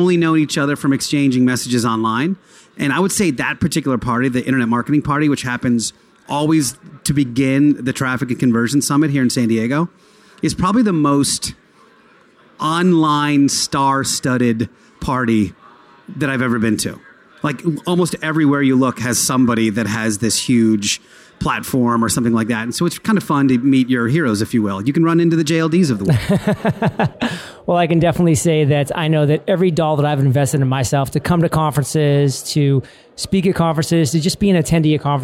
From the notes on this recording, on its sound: LIVE RECORDING of an Entrepreneurs ON FIRE episode from Traffic and Conversion Summit 2018! This episode is recorded live at the Traffic & Conversion Summit's podcast booth.